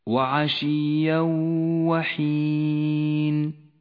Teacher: جاء التنوين وبعده حرف الواو يدغم التنوين بالواو أما التنوين فإنه لا يلفظ ولذلك لون بالرمادي وأما الواو لونت · Term: الإدغام بغنة